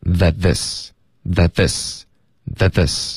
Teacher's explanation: 到结尾咬舌尖，为什么呢？因为我们接着发 this 的时候，你的舌尖已经碰到上齿了，所以你这样连续发两个 z 的这个音呢，就比较容易一点。That this, that this, that this 可以说的特别流利，OK。可是一定要 that 结尾咬舌尖。It's just that this